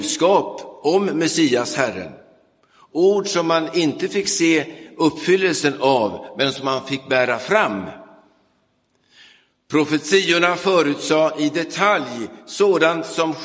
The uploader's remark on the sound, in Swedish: Inspelad i Roseniuskyrkan den 5 mars 2023.